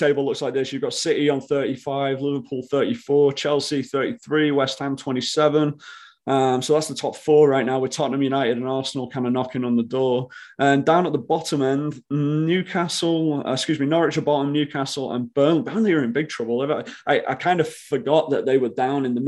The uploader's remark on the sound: we're hitting Zoom for this weeks pod!